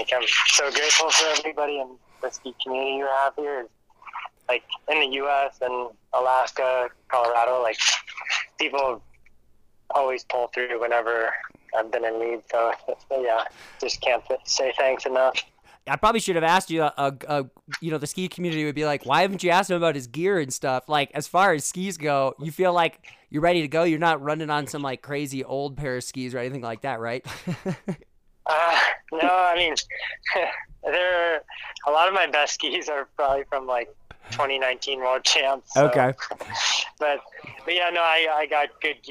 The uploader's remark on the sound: we caught him en route to Slovenia for a quick phone call.